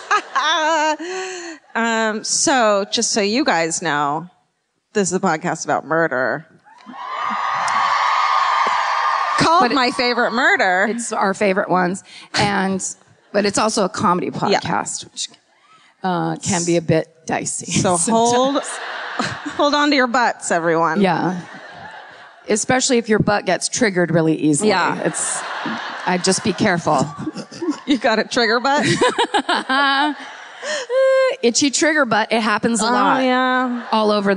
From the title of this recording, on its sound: Live at the Sony Centre in Toronto